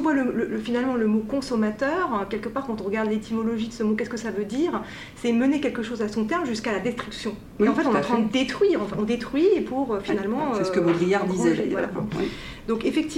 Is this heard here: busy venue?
yes